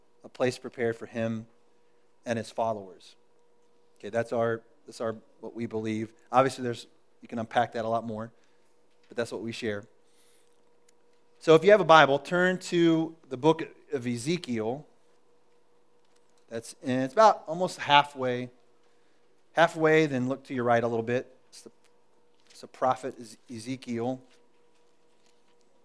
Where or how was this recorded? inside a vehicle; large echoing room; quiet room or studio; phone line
large echoing room